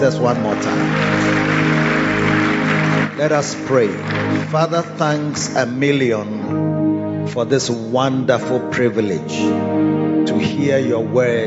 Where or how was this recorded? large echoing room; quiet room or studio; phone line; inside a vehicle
large echoing room